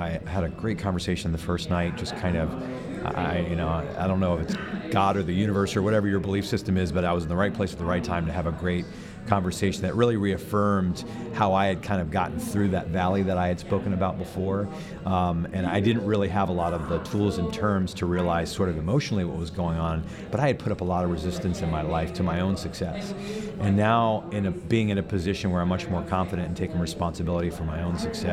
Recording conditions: busy venue